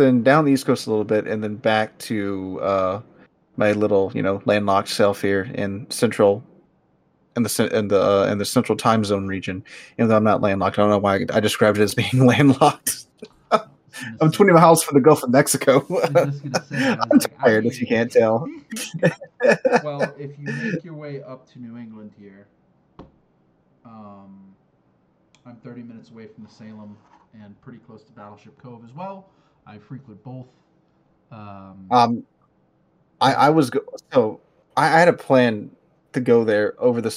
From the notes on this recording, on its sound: the audio for this week is scuffed, during our test recording session, OBS used my default mic, and when I started recording for real, for some reason not known to man it swapped to my webcam, sorry about that.